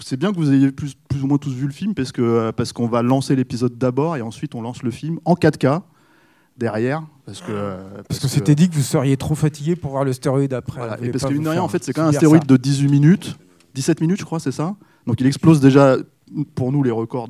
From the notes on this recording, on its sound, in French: La captation de cette courte présentation a eu lieu le 15 janvier 2022, lors de la LA SÉANCE CAPTURE MAG de BAD BOYS II au Club de l'étoile.